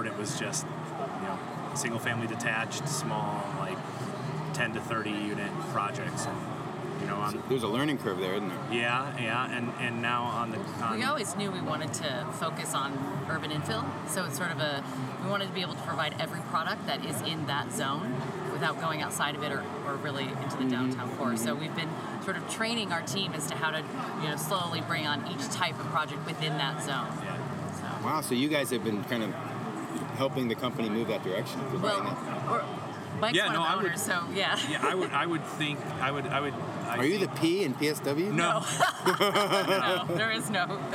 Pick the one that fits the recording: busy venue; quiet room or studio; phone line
busy venue